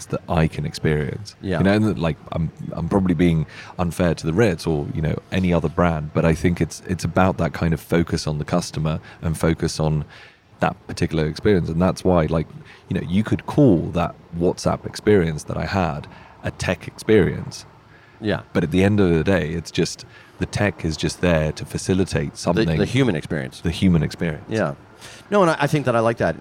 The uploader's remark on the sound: Indie Colorcast Live at The LINE Hotel